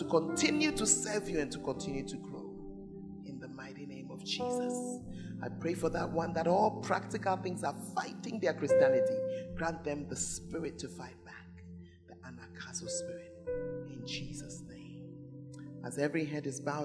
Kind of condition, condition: setting, large echoing room